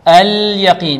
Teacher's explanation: اللام هنا لابد من إيضاحها اليقين بدون قلقلة